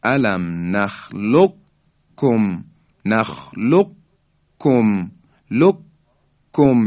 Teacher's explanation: قاف در کاف ادغام میشه و ما کاف رو مشدد و محکم بیان میکنیم. علم نخلقکم، قاف در حقیقت ادغام میشه در کاف.